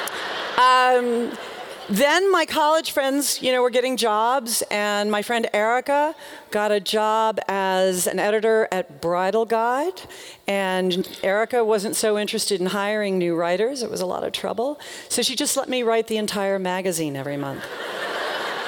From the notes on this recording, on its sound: The talk in this episode is from her appearance at Portland Arts & Lectures in 2013.